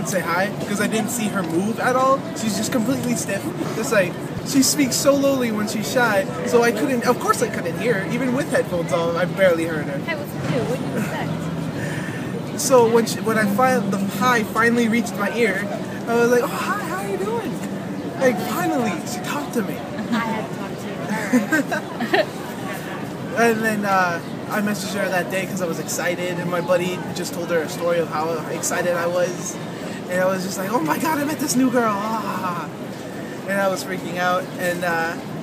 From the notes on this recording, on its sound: Street Festival in Cambridge, MA, 2014